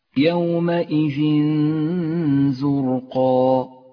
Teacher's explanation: المثال التالي على حكم الإخفاء في قوله تعالى يومئذ زرقا، تخرج هذه الغنة في حكم الإخفاء من الخيشوم ومن مخرج الحرف الذي بعد التنوين متجافيا عنه قليلا، فلكل حرف غنة مختلفة من حيث المخرج ومن حيث الترقيق والتفخيم أيضا.